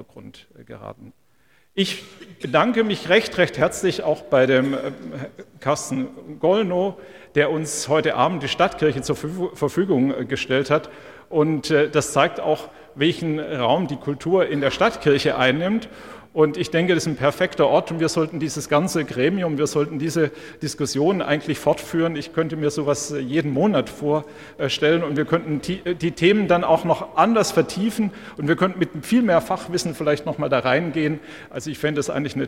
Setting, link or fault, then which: setting, live audience